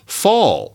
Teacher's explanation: That's a round backety sound.